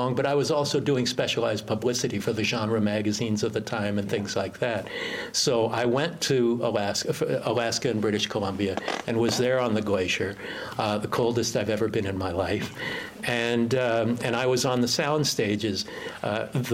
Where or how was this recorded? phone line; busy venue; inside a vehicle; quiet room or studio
busy venue